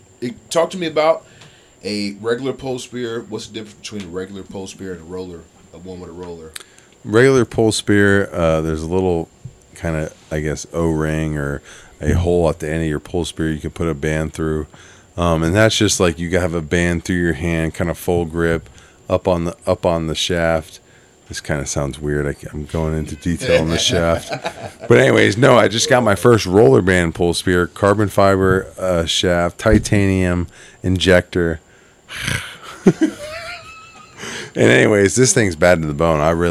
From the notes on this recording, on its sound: This episode was recorded on the porch of the famous "Crab Shack," so be prepared to hear some AC humming and some seagulls singing.